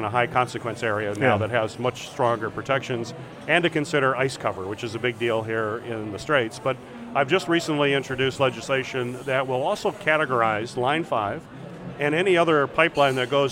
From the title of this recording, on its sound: from the Mackinac Policy Conference